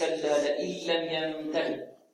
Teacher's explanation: النون في كلمة لئن أدغمت اللام التي بعدها إدغاما بغير غنة · Term: إدغام بغير غنة